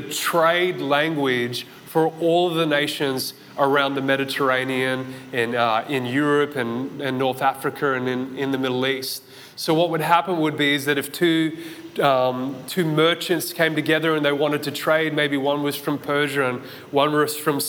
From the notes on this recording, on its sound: This message was recorded at Zion Church Gold Coast on Sunday December 18th 2022